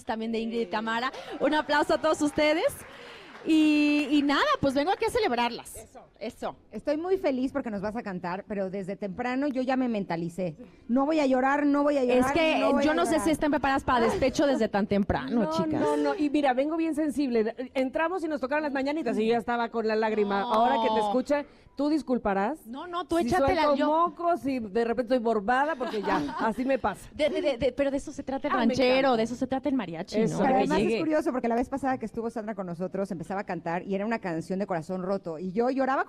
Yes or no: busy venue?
yes